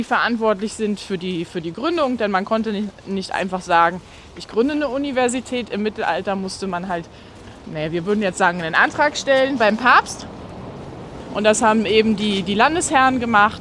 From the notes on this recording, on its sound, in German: Wir nehmen nach einigen im Sitzen aufgenommenen Episoden heute wieder beim GEHEN auf. Wir GEHEN durch die nördliche Altstadt von Rostock.